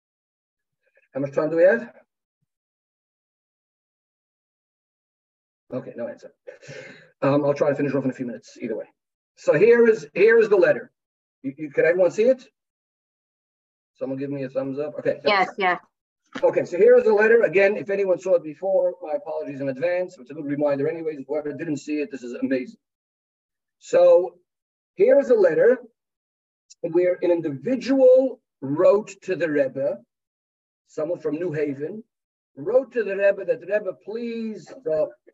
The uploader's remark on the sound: Pre Yud Shvat Zoom Farbrengen